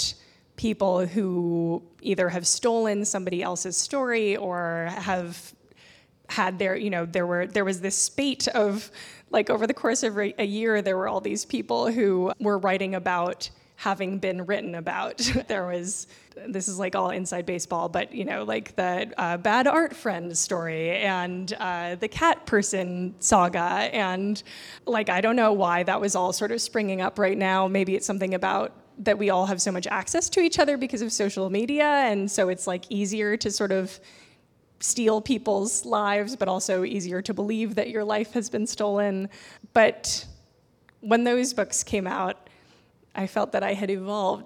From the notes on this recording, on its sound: Live at P&T Knitwear in New York City. Live at P&T Knitwear in New York City.